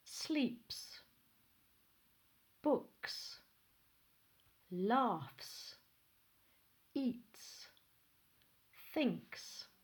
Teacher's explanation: For instance, if the word finishes with P, K, T, F, GH or PH, the sound is a voiceless S sound, which means that the vocal cords don't vibrate when making the sound. · If you put your hand on your throat, you should not be able to feel any vibrations of your vocal cords.